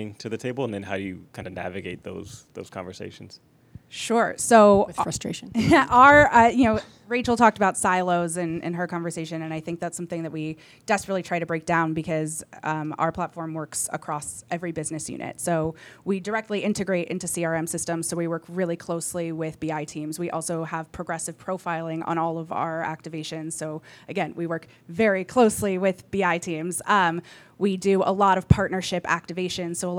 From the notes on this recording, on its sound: Recorded live at Nissan Stadium, home of the Tennessee Titans, during the 2023 Sports Innovation Summit.